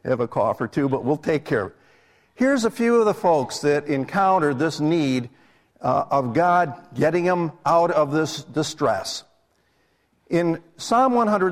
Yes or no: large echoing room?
yes